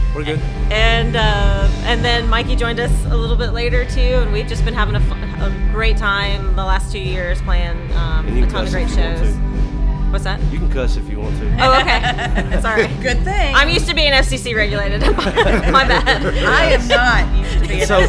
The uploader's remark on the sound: at Avondale Brewing in Birmingham, AL for Brewzapalooza music festival